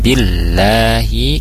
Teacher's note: lam jalalahnya dibaca tarkik atau tipis